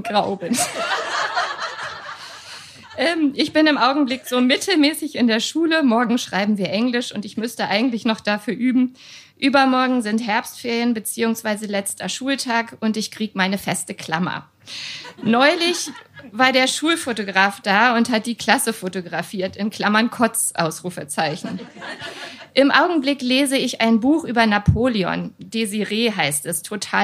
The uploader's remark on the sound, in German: Hört Ihr einige Beiträge von unserer Show. Im Kulturhaus Insel der Jugend, Berlin. Heißen Dank an das Kulturhaus Insel, unser tolles Publikum.